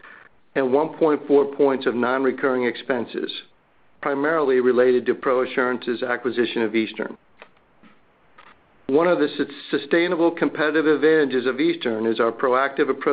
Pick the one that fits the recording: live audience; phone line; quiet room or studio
phone line